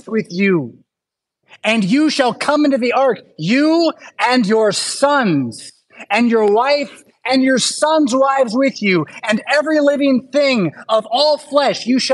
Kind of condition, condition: setting, large echoing room